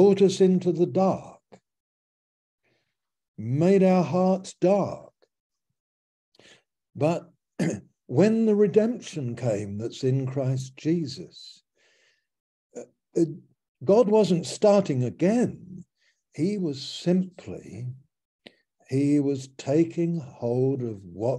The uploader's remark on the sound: Malaysia Meets (Zoom)